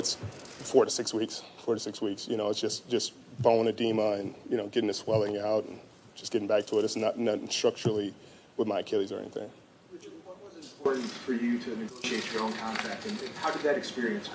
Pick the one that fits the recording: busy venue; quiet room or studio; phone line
busy venue